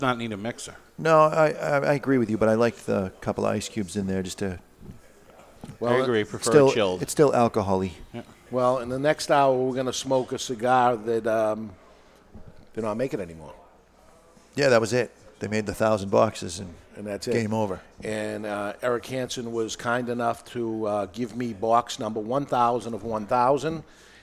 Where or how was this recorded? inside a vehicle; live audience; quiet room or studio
live audience